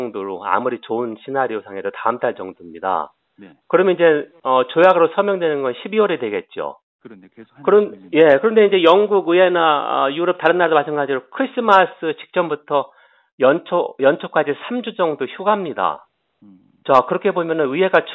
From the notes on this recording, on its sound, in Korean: 대구 MBC 여론현장 전화연결 2018년 10월 23일 화요일 0848~0855